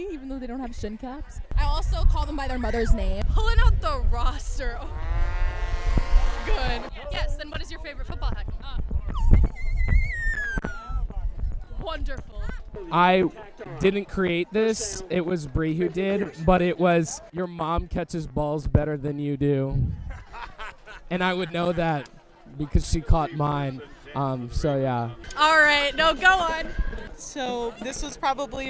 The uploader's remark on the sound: In the midst of the Homecoming football game and the last performances of the marching band 2022 season, the drum majors are once again given microphones. Listen to some spaced-out rambling, interviews, and several fight songs.